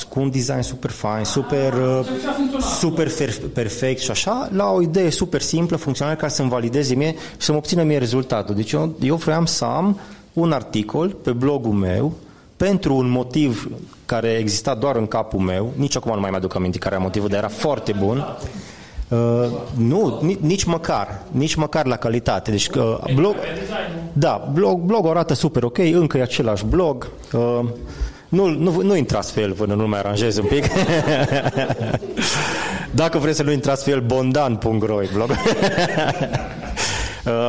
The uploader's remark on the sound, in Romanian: Episodul 27 conține partea a doua a inregistrării din cadrul evenimentului Agile Mammoths Games - Casa de Agile ce a avut loc în Cluj-Napoca la inceputul lunii martie. Am fost gazdele unui panel pe teme legate de agilitate. Au răspuns întrebărilor noastre și ale audienței.